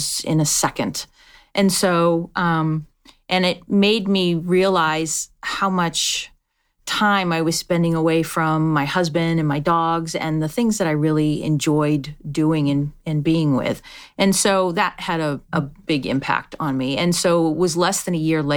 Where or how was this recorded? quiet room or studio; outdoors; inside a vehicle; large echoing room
quiet room or studio